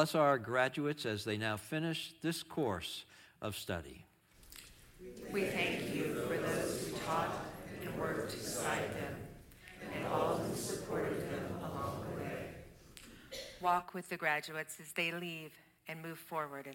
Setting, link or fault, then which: setting, large echoing room